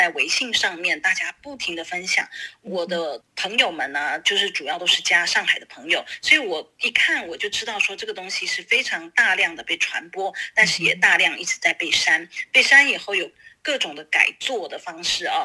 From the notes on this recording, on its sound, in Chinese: 連線訪問中央社駐北京記者